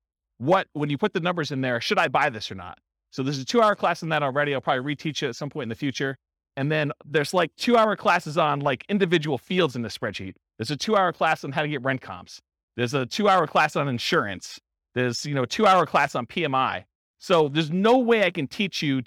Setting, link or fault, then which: setting, live audience